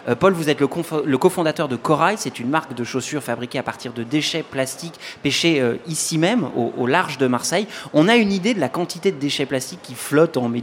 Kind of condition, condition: setting, busy venue